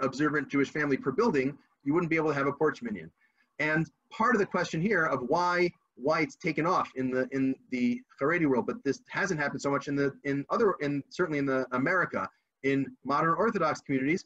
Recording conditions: video call